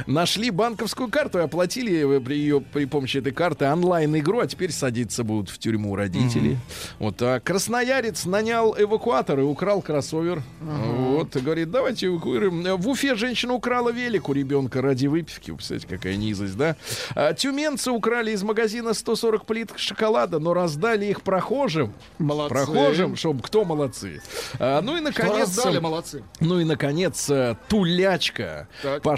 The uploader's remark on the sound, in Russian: Отбыл в Сербию, прекрасный Мечавник, на фестиваль русской музыки Kustendorf CLASSIC, и по телефону рассказал об открытии этого музыкального праздника.